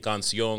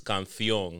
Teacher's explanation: Colombians do this thing where they add like a th to shit where there's an s · Shown in: second take · Oh yeah, like I used to hear fucking songs that instead of saying canción, which is song, it's canción, and I'm like, what the fuck is that?